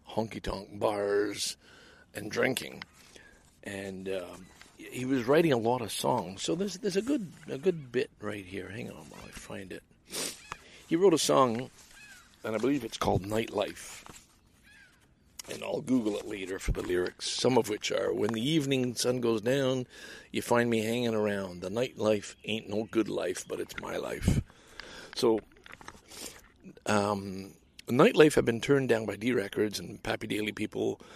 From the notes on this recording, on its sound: enjoys time to read and reflect at nearby Darlington Provincial Park in this longer than usual clearly unedited episode